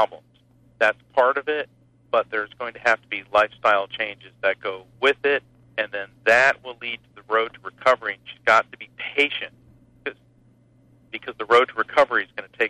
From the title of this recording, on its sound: takes calls from listeners